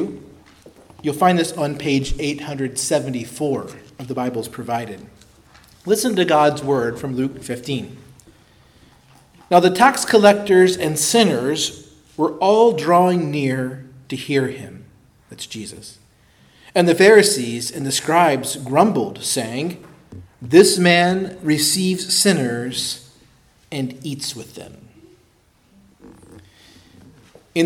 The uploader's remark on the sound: preached at Christ Our Savior Baptist Church on Sunday, February 11, 2024